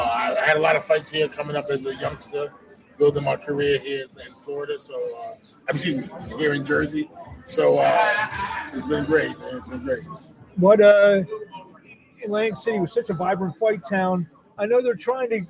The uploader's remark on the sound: LIVE FROM ATLANTIC CITY BOXING HALL OF FAME